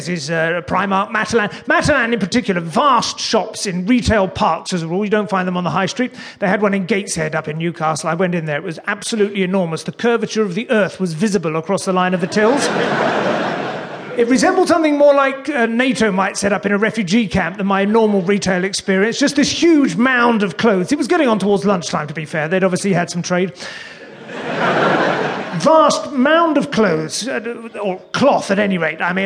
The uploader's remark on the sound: Live at the Theatre Royal. To the delight of a packed audience. Brings a little polish to the Theatre Royal Brighton.